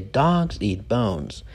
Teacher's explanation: So the stress goes on the nouns. · Term: noun intonation